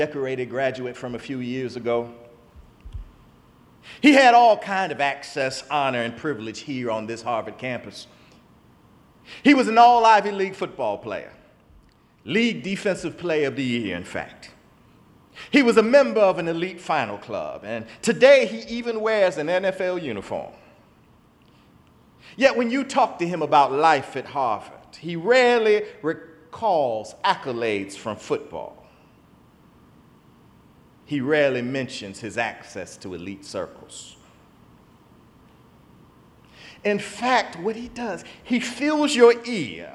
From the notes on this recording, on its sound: in the Memorial Church service at the Knafel Center